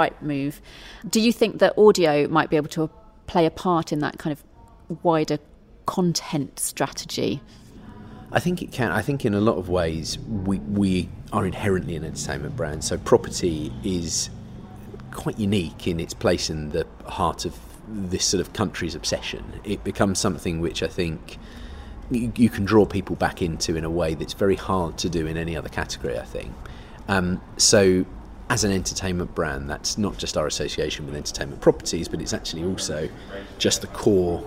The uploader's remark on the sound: met at Media360 in Brighton to chat